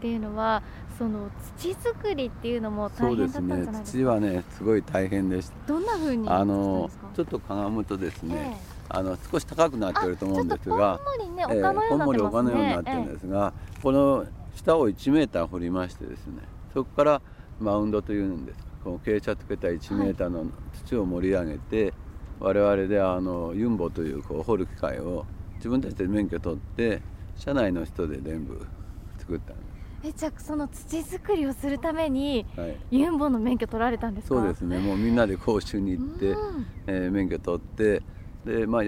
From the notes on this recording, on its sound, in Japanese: 今回取材した神奈川県平塚製造所の「千年の杜」。その森を歩きながら。